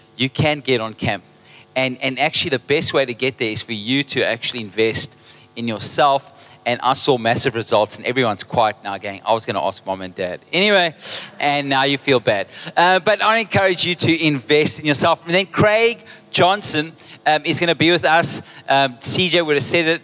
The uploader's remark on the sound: Recorded live on Sunday 20th August the 2023